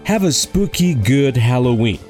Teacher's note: La palabra spooky, que significa espeluznante, por ejemplo, debe pronunciarse con ese fuerte sonido de i al final